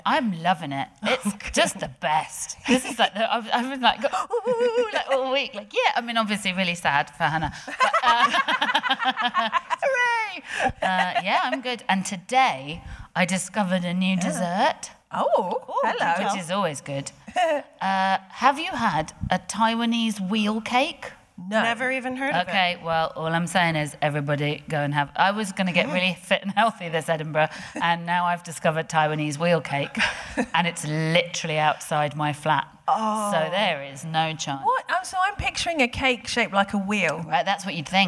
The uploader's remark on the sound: We finally heard from a member of the audience